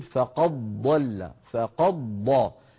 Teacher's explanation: حفص رحمه الله لا يدغم دال قد في ضاد ضل، يظهرها فيقول فقد ضل فقد ضل، بينما ورش رحمه الله روى إدغام الدال في الضاد